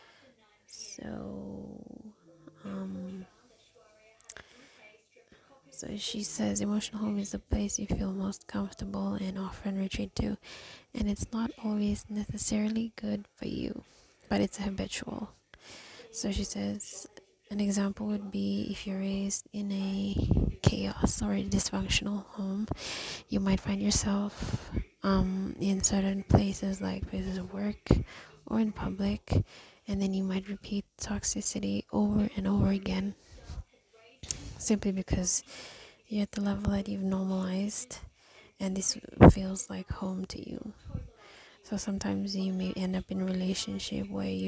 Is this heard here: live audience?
no